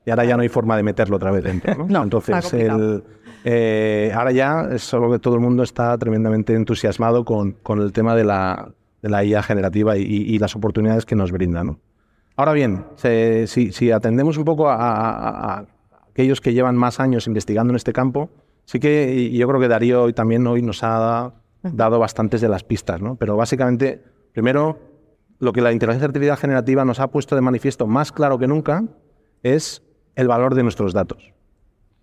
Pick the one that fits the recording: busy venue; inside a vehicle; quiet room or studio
busy venue